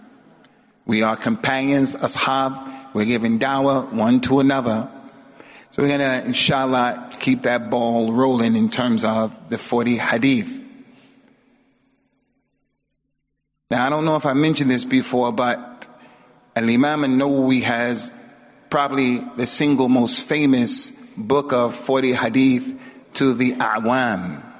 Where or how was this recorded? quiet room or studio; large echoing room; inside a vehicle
large echoing room